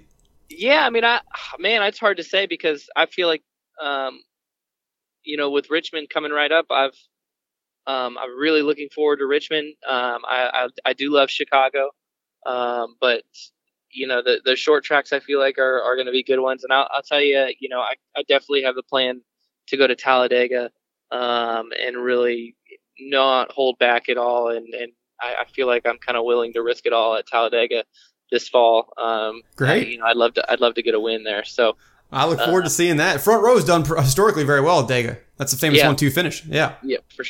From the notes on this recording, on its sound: On the phone about a month ago before the race weekend at Chicagoland.